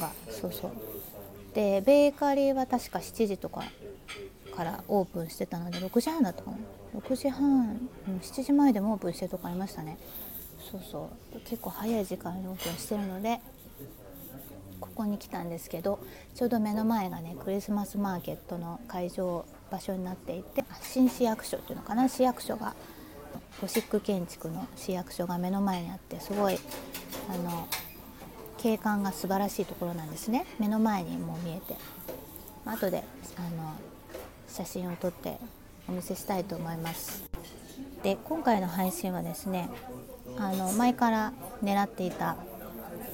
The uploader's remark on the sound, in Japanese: 珍しく早朝に街に繰り出し、ひっそり声でのパン屋カフェ配信から始まり、ミュンヘンで毎年販売されている30-50cmの可愛いサイズの卓上本物ミニツリーを買いにOdeonsplatzへ。販売員の方とのドイツ語やりとりや、買い物後のストリート生演奏がまさにクリスマス！たった半日のミュンヘンでの日常音声。